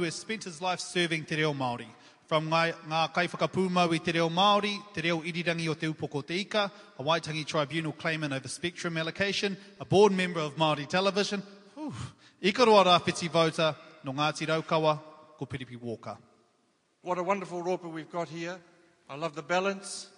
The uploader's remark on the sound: Part two of Ikaroa Rawhiti debate. Audience members put a few questions to the candidates.